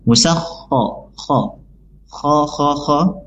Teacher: Di sini kho-nya dia punya sifat rokhawah yang dimana ada udara yang menyebar dan mengalir ya. Kho. Kemudian makhraj kho itu ada di tenggorokan bagian kho paling atas ya.